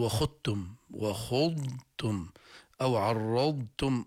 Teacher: الضاد لا تدغم في التاء إطلاقا